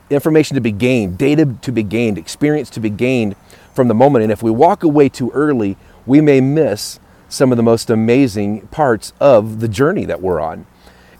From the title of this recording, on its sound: LIVE from Yellowstone National Park